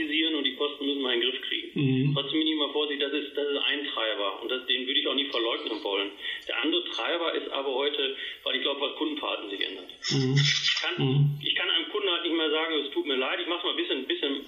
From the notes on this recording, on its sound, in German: im Telefoninterview